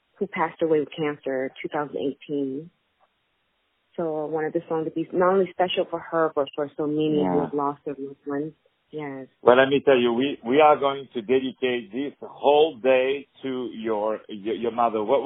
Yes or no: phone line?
yes